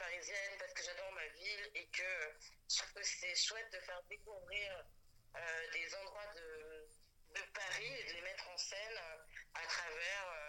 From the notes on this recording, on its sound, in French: Dans une interview téléphonique avec Pod'Arcès.